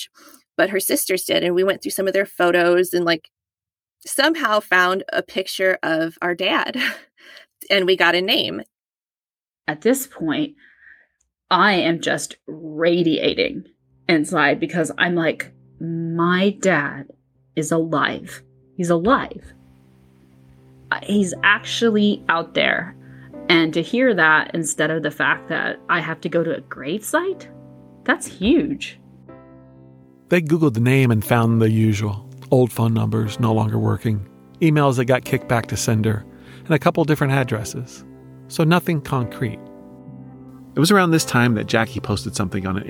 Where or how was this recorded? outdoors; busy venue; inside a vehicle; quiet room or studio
quiet room or studio